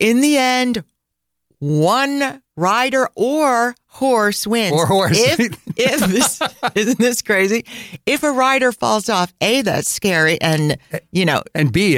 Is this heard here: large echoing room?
no